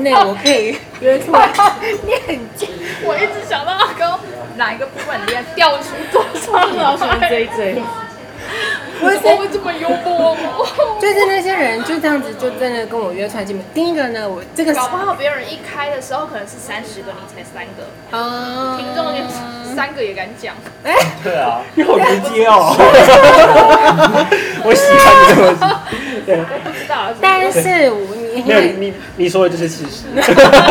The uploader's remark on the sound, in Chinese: Lane 72 Bistro 英式餐酒館 之 邊吃邊聊悠閒話題分享。首次嘗試在餐酒館內錄音。